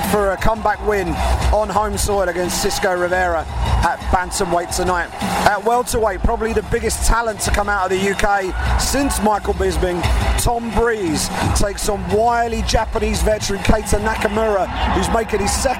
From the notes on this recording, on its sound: UFC London: Pre-fight LIVE from Octagonside at The O2.